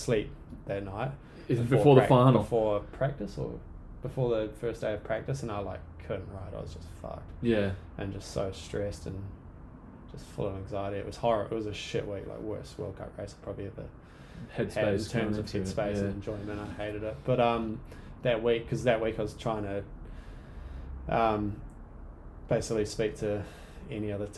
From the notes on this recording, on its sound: We're currently just on the laptop record setup so, if you're picky about high quality this most likely isn't for you.